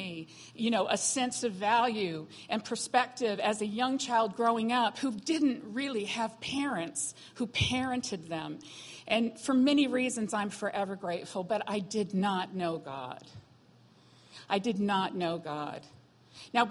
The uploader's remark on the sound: was recorded on Sunday, August 27, 2017, during morning service at Celebration Life Family Church.